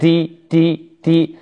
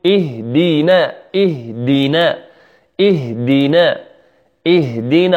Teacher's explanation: كذلك اهدنا كثير من الناس يخرجها بالهمس، يقول اهدنا دي دي دي، فتميل إلى التاء ولا تكون دالا خالصة · Shown in: first take